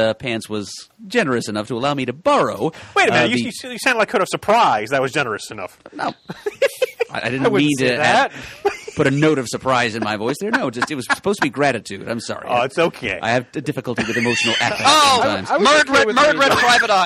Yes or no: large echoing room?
no